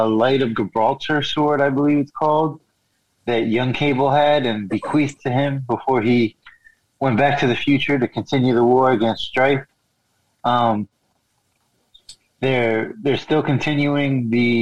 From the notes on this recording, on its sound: Record their first podcast on Zoom!